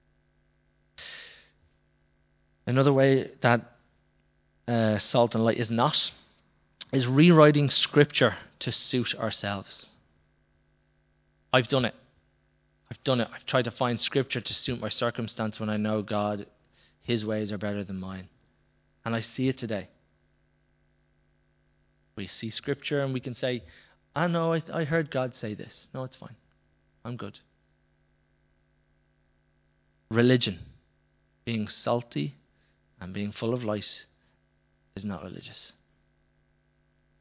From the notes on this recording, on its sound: Recorded live in Liberty Church on 11th August 2019